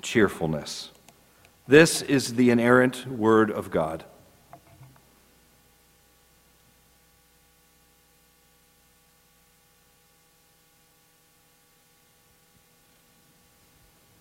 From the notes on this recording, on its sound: This is a sermon recorded at the Lebanon Bible Fellowship Church in Lebanon, PA. During the morning service.